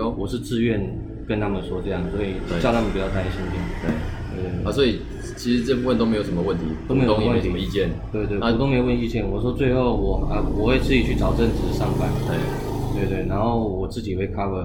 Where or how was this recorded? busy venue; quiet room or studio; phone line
busy venue